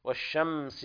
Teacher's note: هنا الشين طبعا فيها التفشي، واللام لام شمسية حكمها الإدغام، لا تظهر، يعني تكتب في المصاحف وتعرى من الشكل، والحرف الذي يليها يكون مشددا، دل ذلك على كمال الإدغام. والشمس هنا لابد أن نمسك الميم وفيها الغنة الخفيفة التي هي أصل الغنة